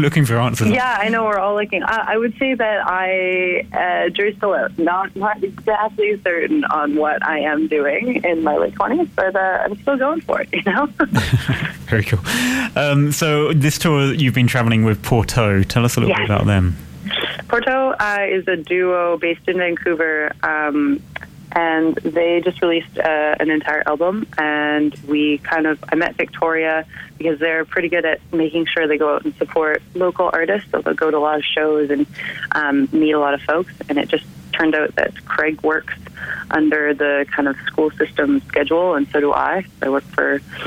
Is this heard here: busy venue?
no